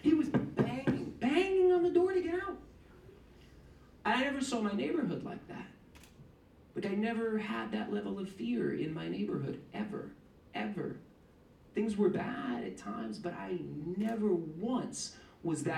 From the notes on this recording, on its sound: A full audio version of the November 20th, 2014 Harvard Kennedy School event.